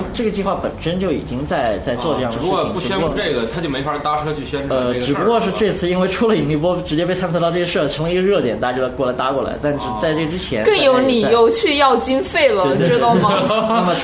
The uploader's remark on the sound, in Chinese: 本期节目为在张大妈办公区用录音笔录制，可能有街道上的杂音，请见谅。